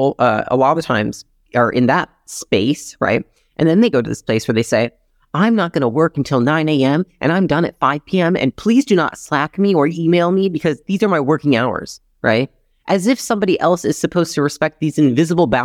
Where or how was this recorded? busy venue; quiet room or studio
quiet room or studio